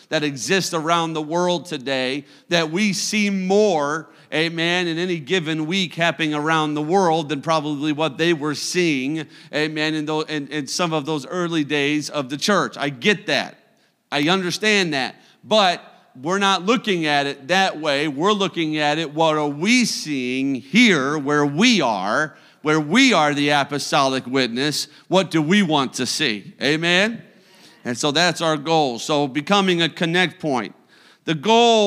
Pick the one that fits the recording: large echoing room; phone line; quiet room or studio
large echoing room